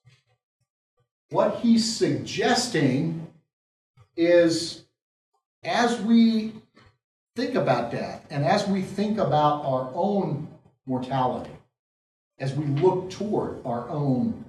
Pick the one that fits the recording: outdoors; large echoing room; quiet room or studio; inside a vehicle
large echoing room